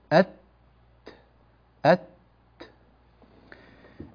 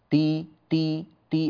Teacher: أن نحبس الصوت للتاء ثم نفتح المخرج فيكون هناك عندي هواء منحبس ينطلق ويخرج · Shown in: first take · أت مغلق ثم أفتح، الهواء الذي انحبس خرج، أت أت. · Term: الهمس